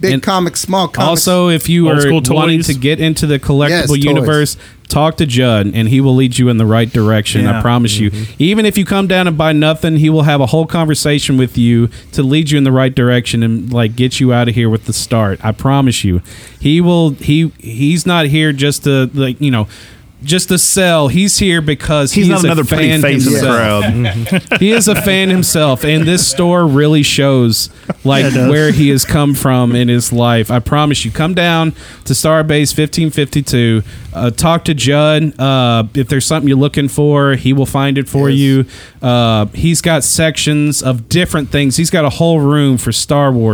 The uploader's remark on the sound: we were live at StarBase 1552 Comics in Franklin, TN